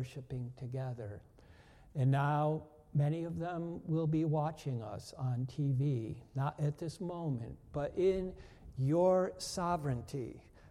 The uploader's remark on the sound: First Congregational Church of Clinton, MA -- Service